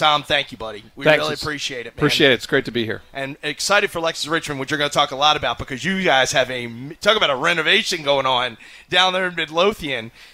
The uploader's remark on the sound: It's the first show of the 2020 season live from Independence Golf Club